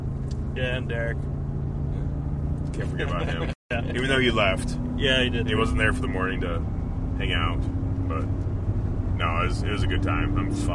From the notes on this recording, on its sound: This is a South Dakota Prairie Dog recap episode from the truck! There is some road noise in this one but we still had a good time recording it.